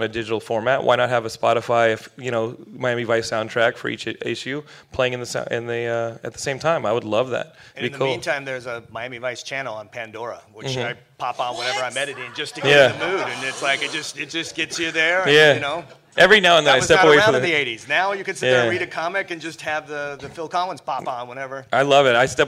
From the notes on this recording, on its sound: A clip from the Lion Forge Comics panel at the 2013 Stan Lee's Comikaze Expo.